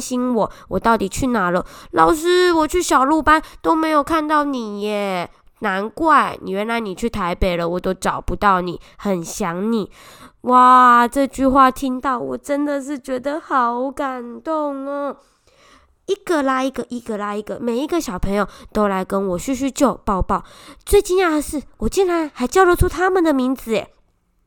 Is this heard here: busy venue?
no